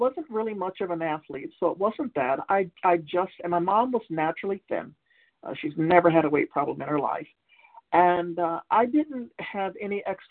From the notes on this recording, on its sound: from the 100 Pounders Phone Meeting